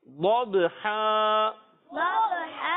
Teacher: با میں حرف کلکلہ، با حرف کلکلہ میں سے ہے، اس میں کلکلہ کریں گے آواز لوٹ کر آئے گی · ضاد کی ادائیگی جب ہم کریں گے تو ضاد کلیئر ہونا چاہیے زبان کے بغلی کنارے سے اور اوپر کی داڑھوں کی جڑوں سے